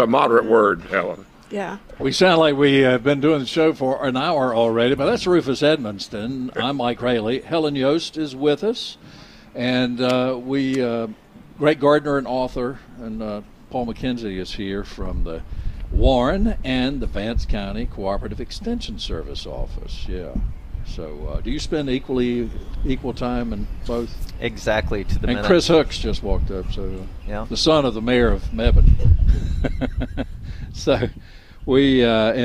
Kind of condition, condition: setting, busy venue